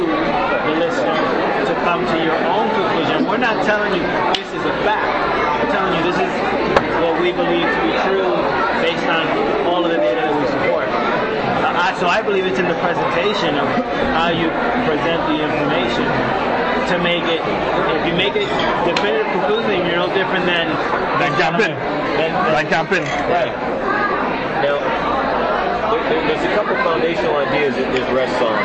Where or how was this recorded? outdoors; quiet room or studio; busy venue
busy venue